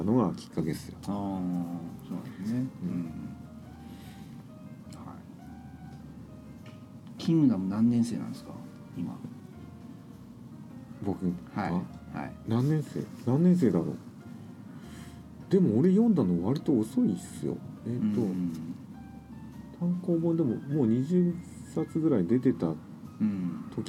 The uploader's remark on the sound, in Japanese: 収録時は金沢でキングダム展やってたんですが。今回も雑音多くてすみません。